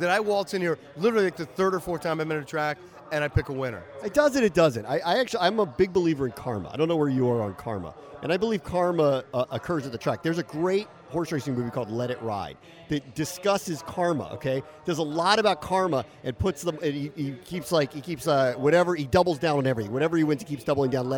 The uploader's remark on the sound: There’s no better place for our resident pair of degenerates to record their latest show than the racetrack. Posted up at Laurel Park for Maryland Millions Day. Taking wild race predictions from a nearby pair of mother-daughter prognosticators.